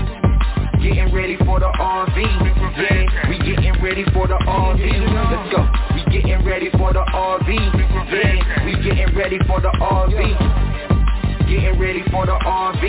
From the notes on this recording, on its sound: TNTSuperfantastic Conference Call